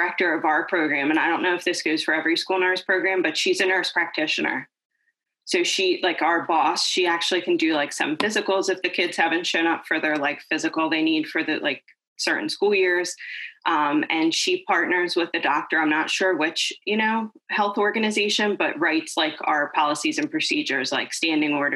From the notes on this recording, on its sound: Originally recorded on zoom